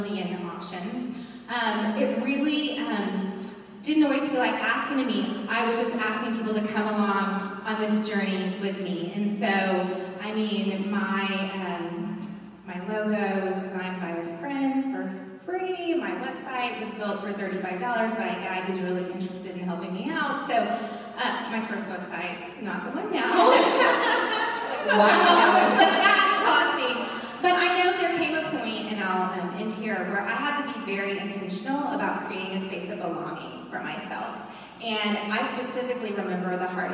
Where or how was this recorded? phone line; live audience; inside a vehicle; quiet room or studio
live audience